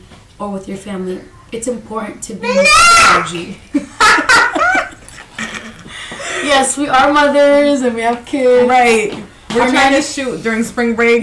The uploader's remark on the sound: Warning: beware of children in the background. Warning: beware of children in the background (we are two moms trying to record a podcast during Spring Break!!).